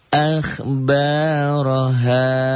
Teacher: ro'nya tafkhim tebel karena baris di atas